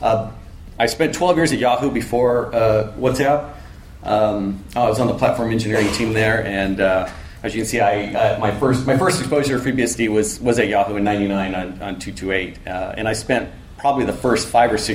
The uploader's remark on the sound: A recording from a MeetBSD California 2014 talk